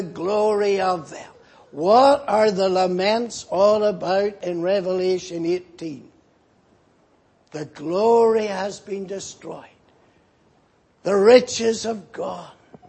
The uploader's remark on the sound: Preached in Grafton. At the Lord's Day Morning service on 5th May, 2019.